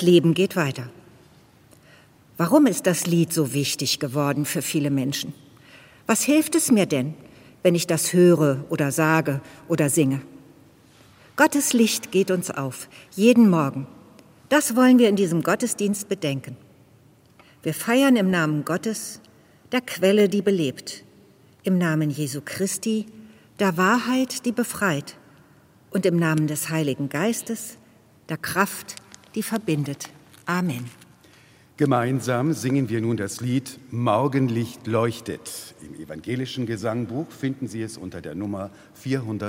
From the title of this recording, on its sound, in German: Evangelischer Gottesdienst zum Pfingstmontag aus der ev. Karlskirche Kassel